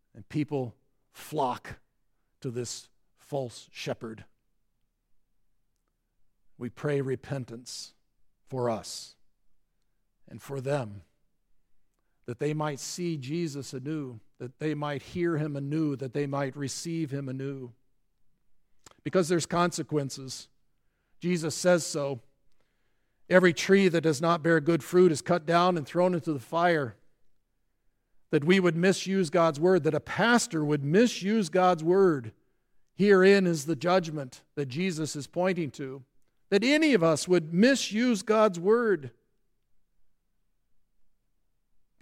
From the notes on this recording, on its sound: at Grace Evangelical Lutheran Church, Lexington